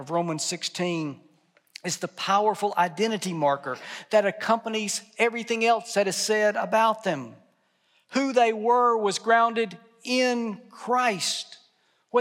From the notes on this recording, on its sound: at the 2022 fall commencement ceremony for Southwestern Seminary and Texas Baptist College